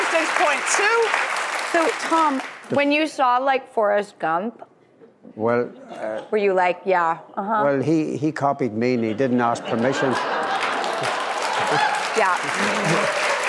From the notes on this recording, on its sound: one lucky in-studio audience member will play